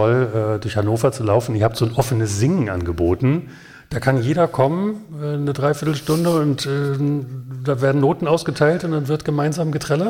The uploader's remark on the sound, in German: PODCAST vor Publikum. Erstmals auf Wunsch meines Tonstudios Tessmar vor Publikum.